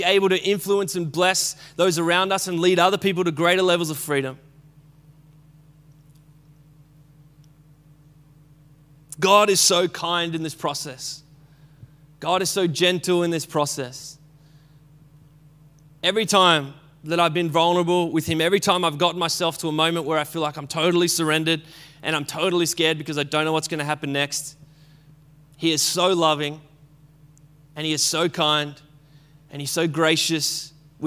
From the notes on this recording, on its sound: Recorded at Restore Church on the 6th of June 2021.